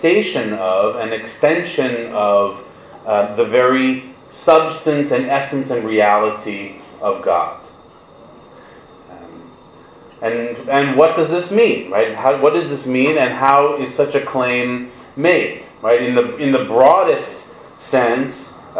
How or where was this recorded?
large echoing room